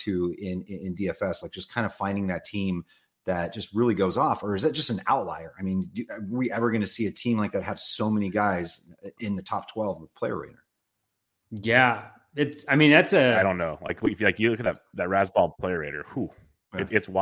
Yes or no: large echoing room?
no